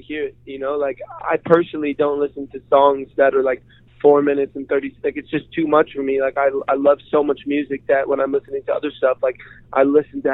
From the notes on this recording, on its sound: The rising singer-songwriter called in to chat.